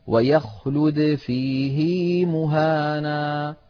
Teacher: إذن هذا الموضع بالذات، فإن حفصا روى عن شيخه عاصم صلة هذه الهاء بياء لفظية، مع أن ما قبل الهاء ساكن وهو حرف الياء. كان القاعدة أن يقول: ويخلد فيه مهانا، بدون صلة.